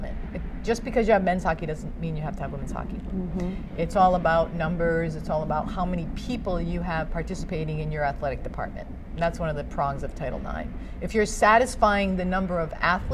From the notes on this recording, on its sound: Live from AdventHealth Center Ice